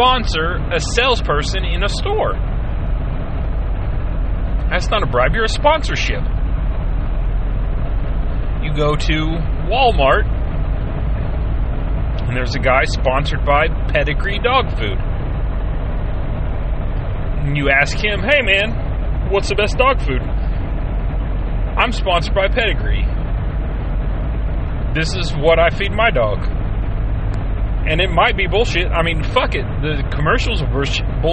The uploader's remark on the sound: he is driving home from work and speaking his mind no filters and no interruptions